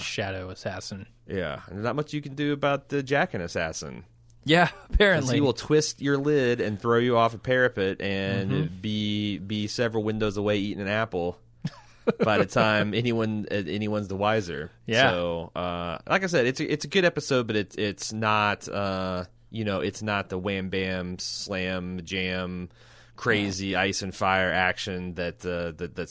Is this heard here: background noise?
no